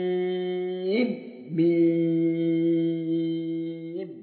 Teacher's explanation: صاد مريم صاد ذكره من يريد ثوابه لبست الفرض والجمع لبست ولبست هذه القراءة متواترة عن رسول الله صلى الله عليه وسلم خدى عمي حرمي وطاسين عند الميم فاز وطاسين عند الميم فاز أي حمزة قرأ هكذا طيسين ميب فأظهر النون مع الميم إظهارا مطلقا